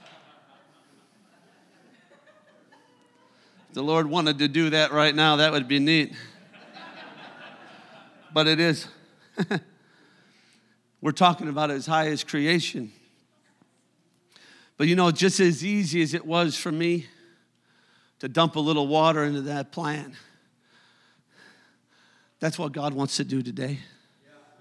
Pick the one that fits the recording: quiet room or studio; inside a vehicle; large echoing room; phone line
large echoing room